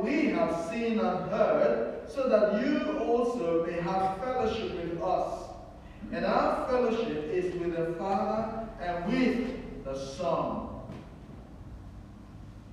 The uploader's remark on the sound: We encountered major technical issues with our sound system during this broadcast. The scriptures were re-recorded after the service due to the sound system dropping out completely during that part of the service.